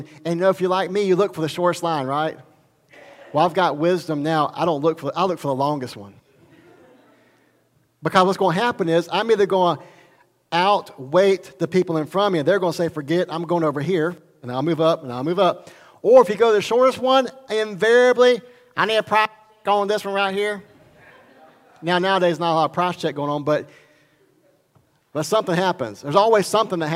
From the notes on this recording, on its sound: recorded at Highland Baptist Church, Molino, FL